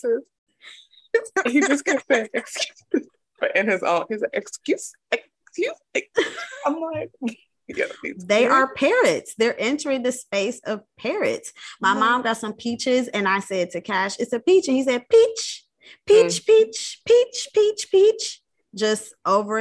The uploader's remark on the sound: we test out Zoom podcasting for the first time